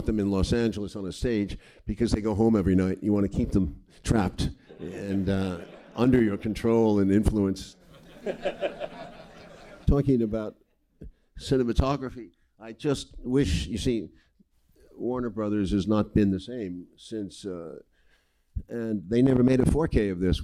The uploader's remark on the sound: At the American Cinematheque. Live on stage.